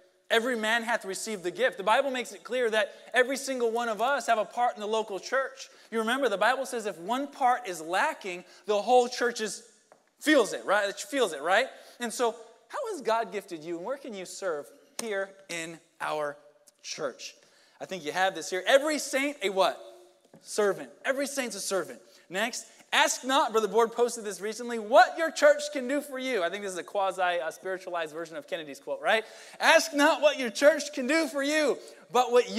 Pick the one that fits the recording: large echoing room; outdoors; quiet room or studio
large echoing room